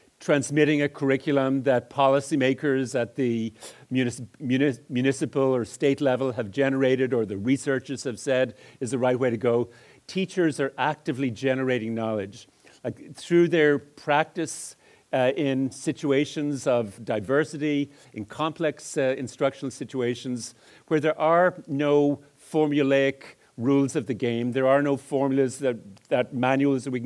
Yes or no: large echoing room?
yes